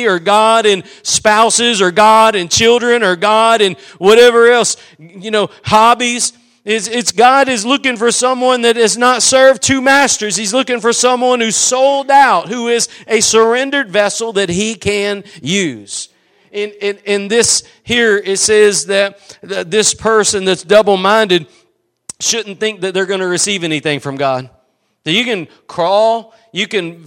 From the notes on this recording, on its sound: Preached at Gospel Lighthouse in Bossier City, La.